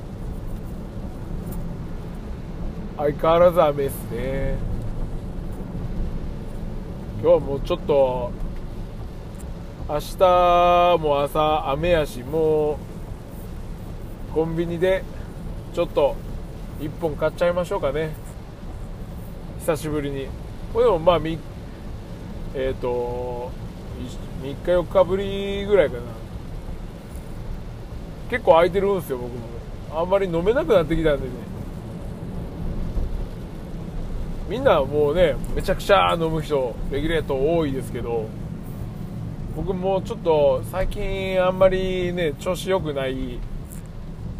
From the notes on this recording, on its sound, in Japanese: 京都店からの帰り道に収録